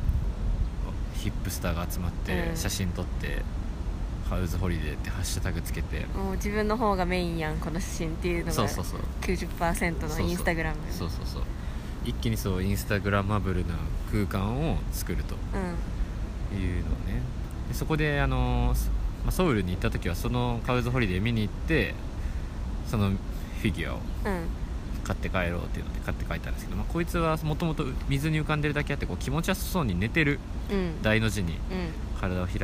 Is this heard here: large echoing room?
no